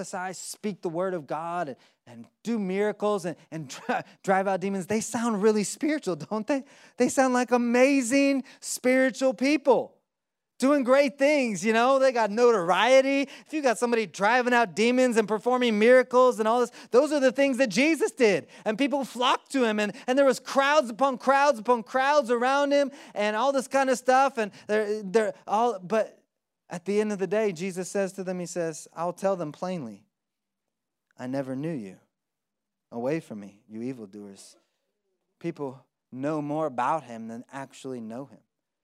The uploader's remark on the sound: 2020 Live from Orlando, Florida